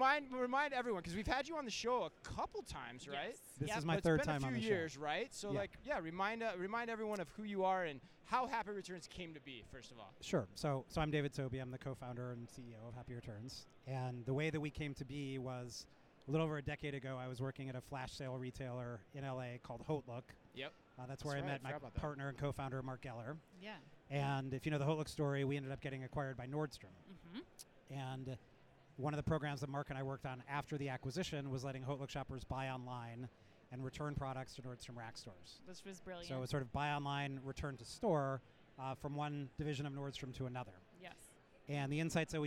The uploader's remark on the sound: We go live from Manifest 2024